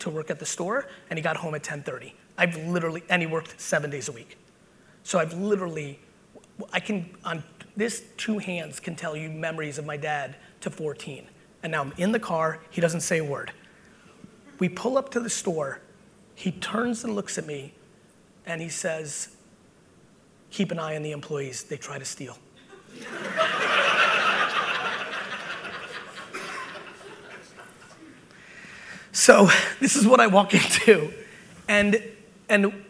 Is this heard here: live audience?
yes